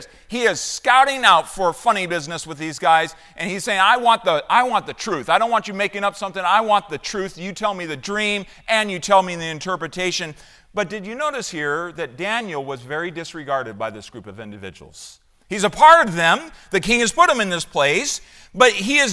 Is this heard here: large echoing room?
yes